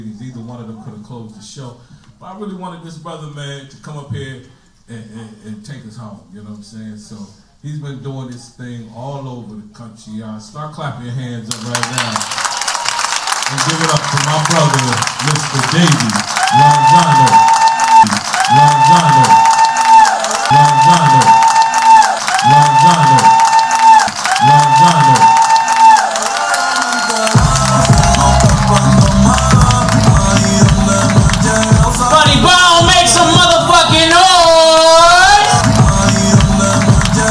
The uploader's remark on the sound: LIVE FROM THE FUNNY BONE. LIVE FROM FUNNY BONE.